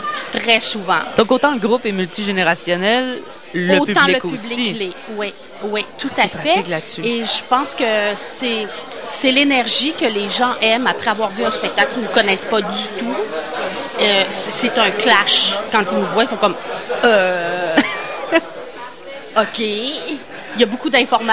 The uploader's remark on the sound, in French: au Festival OFF de Québec, sur les ondes de CKRL 89,1 en direct du bar Le Sacrilège.